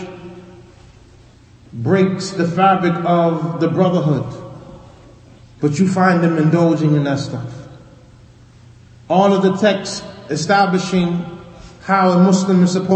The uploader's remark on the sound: Lecture given at Masjid Nur Allah, Queens, NY